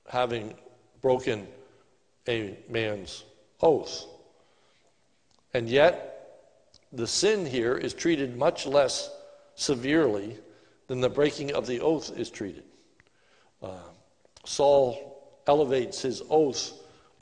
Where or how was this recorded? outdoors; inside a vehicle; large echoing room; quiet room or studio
large echoing room